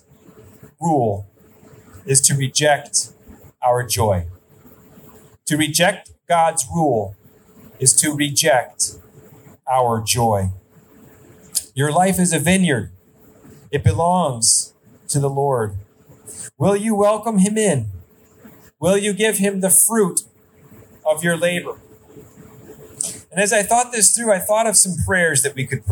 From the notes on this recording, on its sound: Outdoor Service. Sermon recorded live AT HOLLAND FMC.